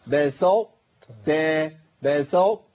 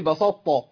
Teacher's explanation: انا كده لساني في مكان واحد ما اقولش بسطت كده انتقل من الطاء للتاء. انا عايزه تاءين بس التاء الاولى مفخمه · Shown in: first take · Term: ادغام ناقص